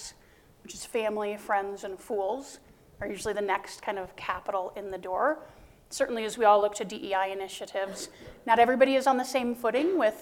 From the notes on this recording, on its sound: Recorded live in front of an audience of 150 students, faculty, entrepreneurs and innovators on the University of Denver campus.